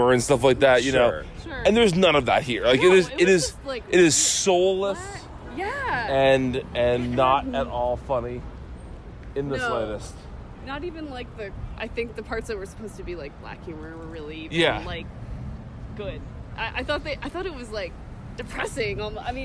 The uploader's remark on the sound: Recorded on the streets of Gotham New York City.